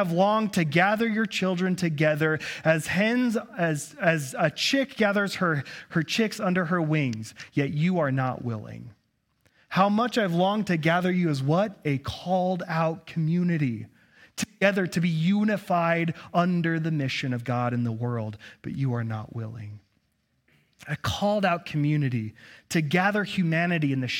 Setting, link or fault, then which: setting, large echoing room